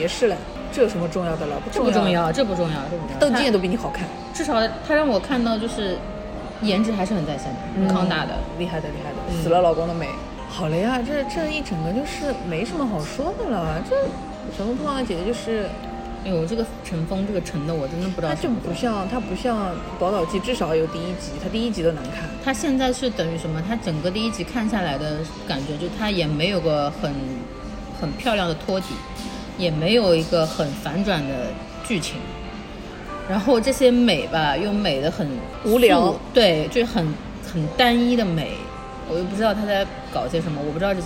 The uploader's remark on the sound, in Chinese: 每次录制基本都是在餐厅吃饭，没有条件升级录音设备